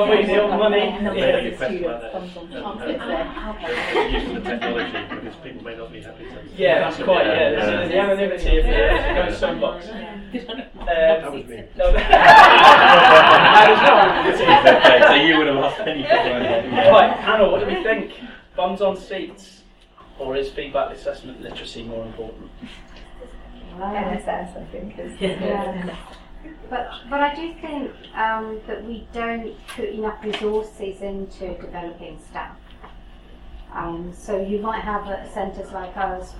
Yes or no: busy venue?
yes